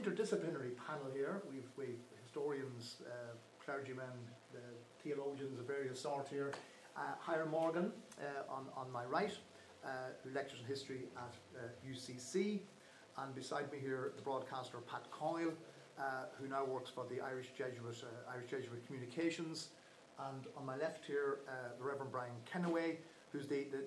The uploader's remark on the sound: A History Ireland Hedge School recorded at at Belfast Fest. Of Ideas & Politics, Conor Hall, Belfast Campus, Ulster University, York Street.